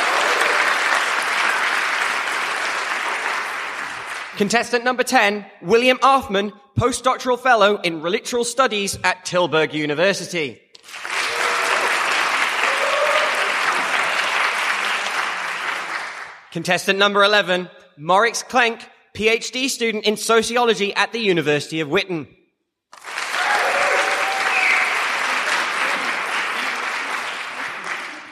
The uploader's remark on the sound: Three microphones. A boisterous studio audience.